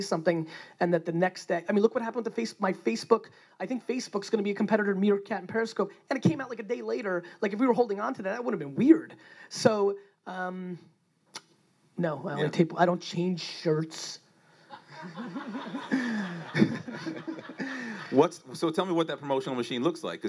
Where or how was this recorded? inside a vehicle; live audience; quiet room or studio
live audience